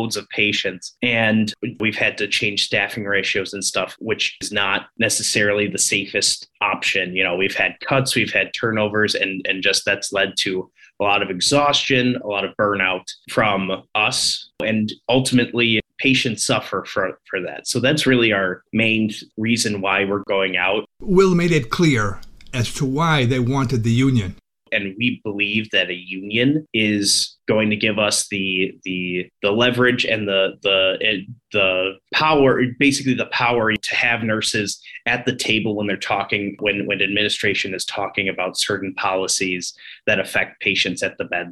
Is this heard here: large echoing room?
no